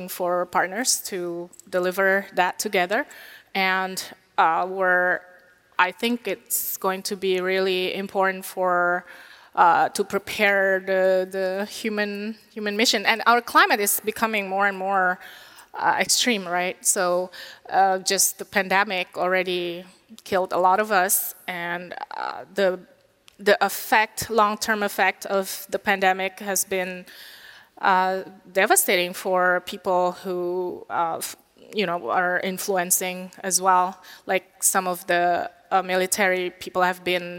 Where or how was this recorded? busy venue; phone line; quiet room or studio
busy venue